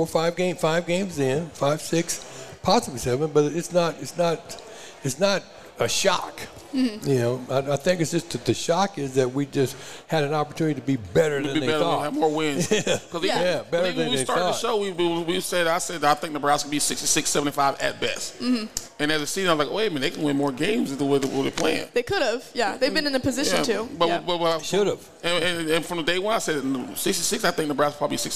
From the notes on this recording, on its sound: The Run Live at Hurrdat Sports Bar & Grill.